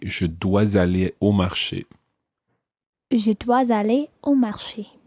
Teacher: you can also say je dois aller, using the S and following it onto the aller